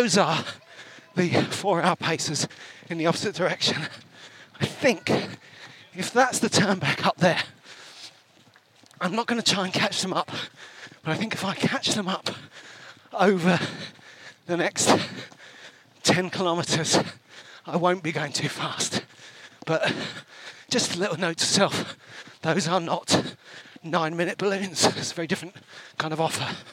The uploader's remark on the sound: live and direct from the 2023 Brighton Marathon